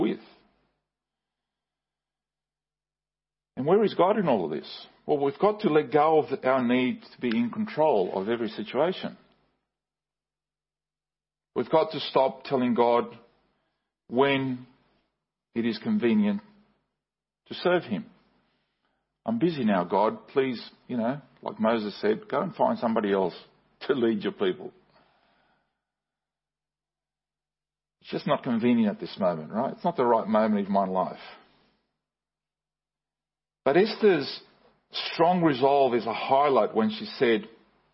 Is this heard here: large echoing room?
yes